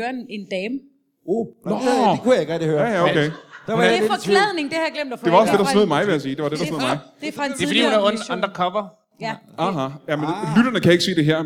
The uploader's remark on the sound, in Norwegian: LIVE fra Comedy Zoo.